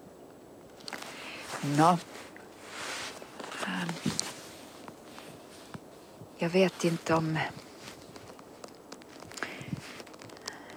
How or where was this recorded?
outdoors